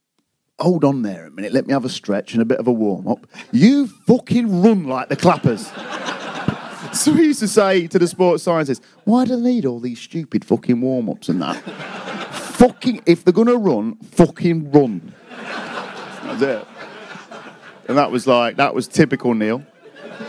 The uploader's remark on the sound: We are back on stage at a sold out Streatham Space Project.